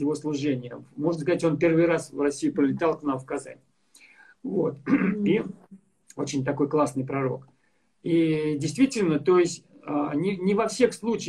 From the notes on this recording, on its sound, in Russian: Запись второй части прямого эфира из инстаграма